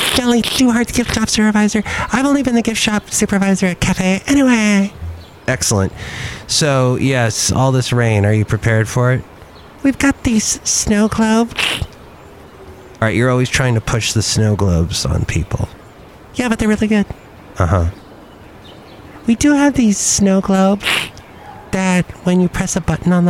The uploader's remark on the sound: podcast live from Cafe Anyway